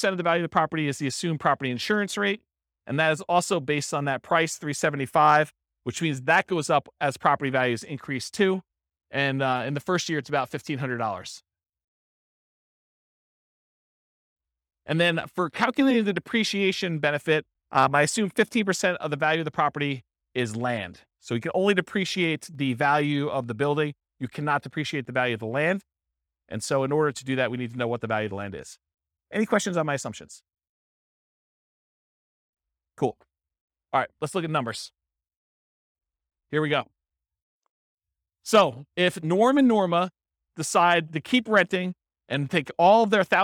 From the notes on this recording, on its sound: This was a live class recorded